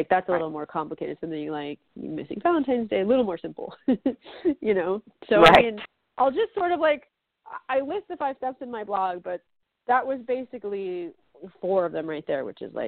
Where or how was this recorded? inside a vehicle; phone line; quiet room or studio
phone line